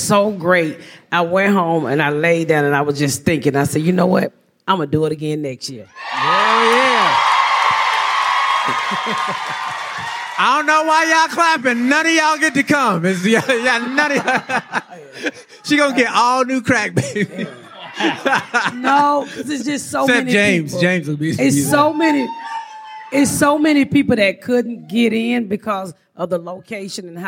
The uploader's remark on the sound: Recap Live. Joining us live on the stage.